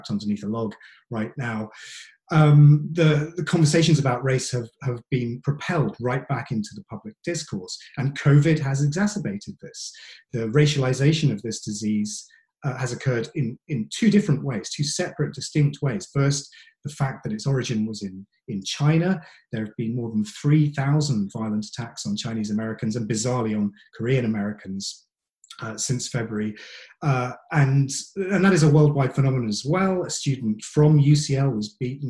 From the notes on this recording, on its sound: This talk was recorded at the online 5x15 event. There are only two rules - no scripts and only 15 minutes each.